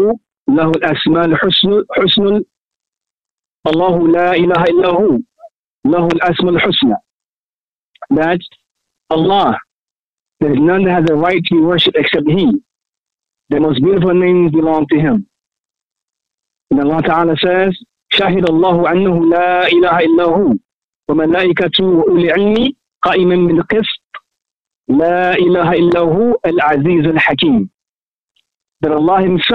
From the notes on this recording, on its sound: A Toronto Tele-Conference Event Presented by Maktabah Al Fawaaid.